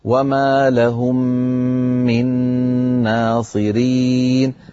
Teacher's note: ميم مع ميم، الحكم إدغام، أدغمنا الميم الأولى في الثانية فلا بد من تطويل الغنة، فلا نقولها بسرعة ولا وما لهم من ناصرين، بل نقول وما لهم من ناصرين، فنبين الغنن في الميمات والنونات المشددة.